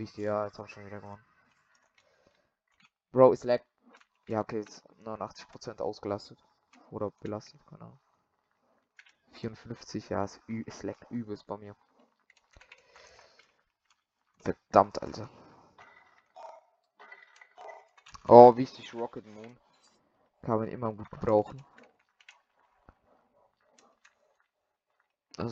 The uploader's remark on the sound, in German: Richtig schlechte Sound Qualität